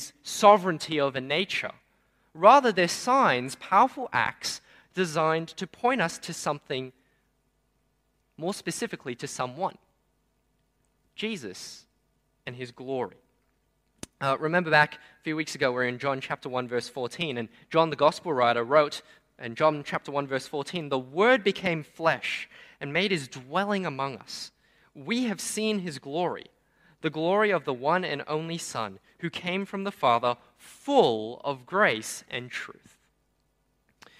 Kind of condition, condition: setting, large echoing room